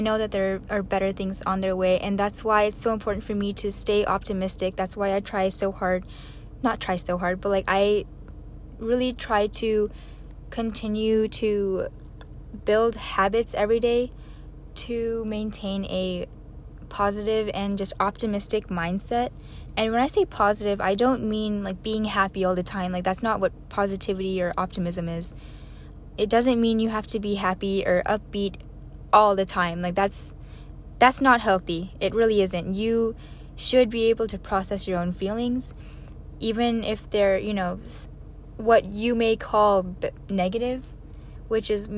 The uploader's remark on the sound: another one in my car